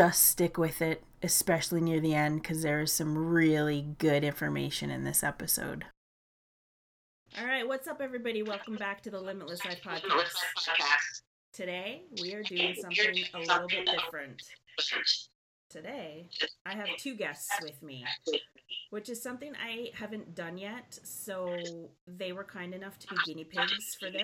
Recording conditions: poor sound quality